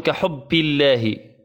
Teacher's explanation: يرققها ولا يحافظ على شدتها وجهرها فتصبح كأنها بي